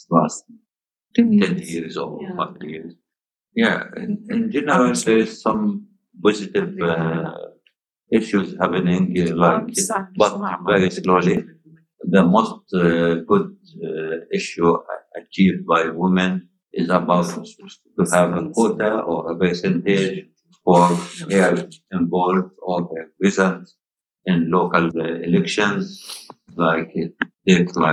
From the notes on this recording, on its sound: We also apologise for some of the sound quality during the interview, which is not great for a few different reasons.